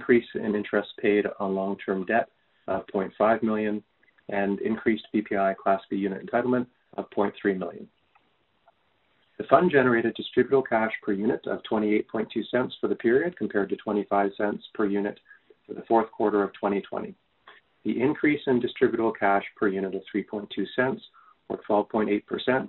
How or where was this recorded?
phone line